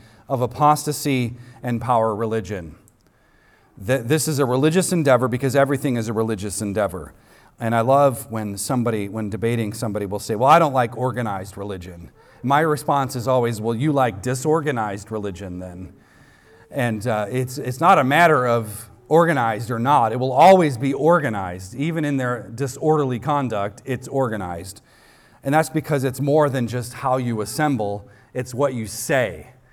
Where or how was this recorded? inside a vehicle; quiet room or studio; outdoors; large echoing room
large echoing room